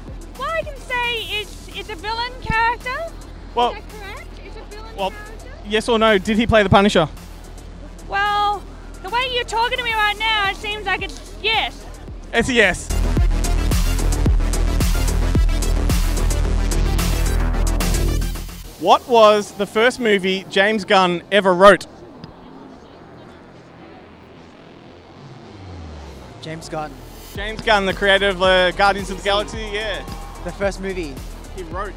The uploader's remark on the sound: Live from Oz Comic Con - Melbourne